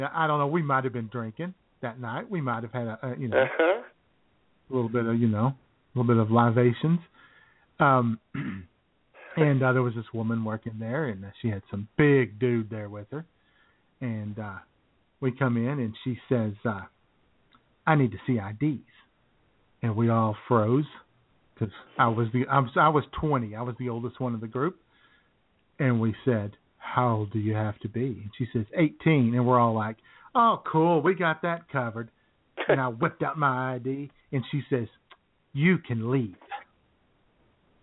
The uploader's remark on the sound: the phone lines will be open and buzzing as we take your calls